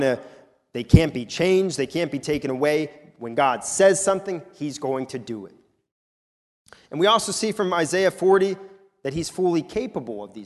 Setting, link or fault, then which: setting, large echoing room